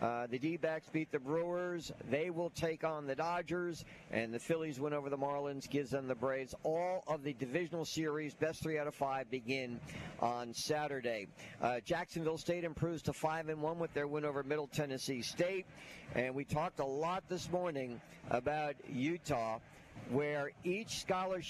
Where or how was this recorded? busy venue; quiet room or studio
busy venue